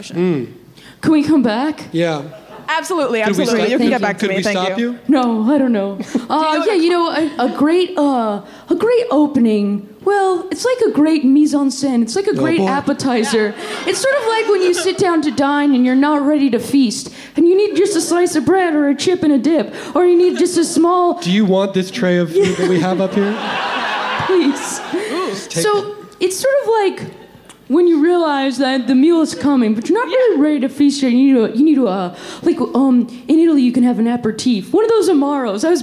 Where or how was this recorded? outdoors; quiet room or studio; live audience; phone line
live audience